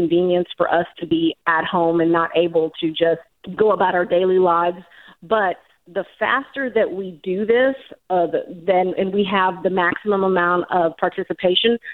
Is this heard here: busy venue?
no